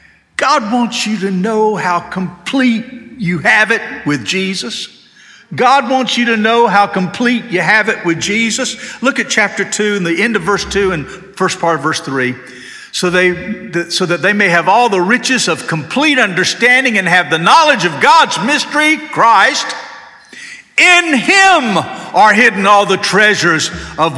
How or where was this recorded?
large echoing room